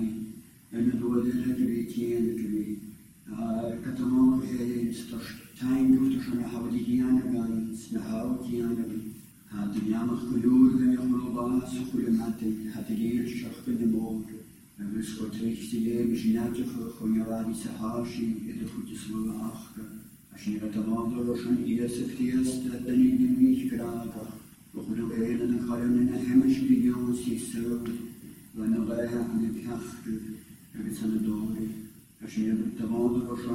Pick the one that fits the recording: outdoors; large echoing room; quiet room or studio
large echoing room